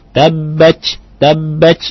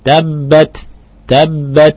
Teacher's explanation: Atau tabbat tabbat itu bukan ta tapi itu c ya. Yang benar adalah jarayun nafas, keluar nafasnya biasa saja · Shown in: second take